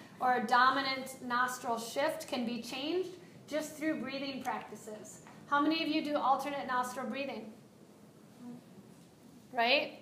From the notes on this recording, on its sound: This is a live excerpt of a recording during a yoga enrichment teacher training lecture for a group of yogis studying to be teachers